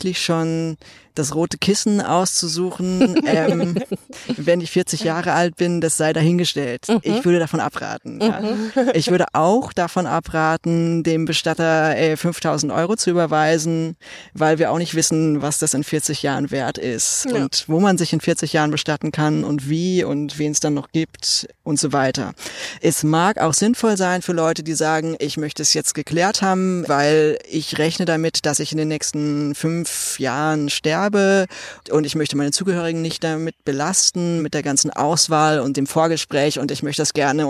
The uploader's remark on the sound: live auf dem Friedhof!